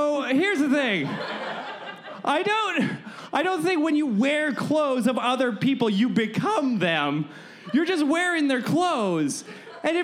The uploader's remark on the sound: LIVE at ThunderProv! Recorded in front of a live audience.